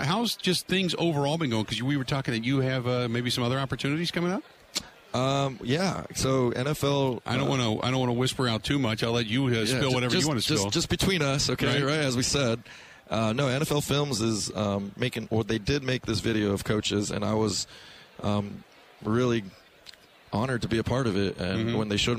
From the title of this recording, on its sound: Live From Radio Row At Super Bowl 57